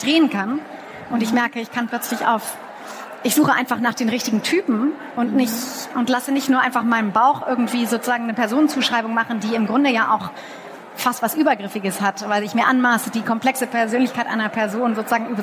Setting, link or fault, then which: setting, busy venue